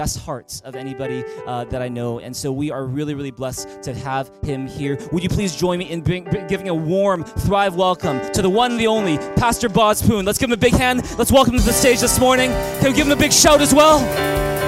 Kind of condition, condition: setting, large echoing room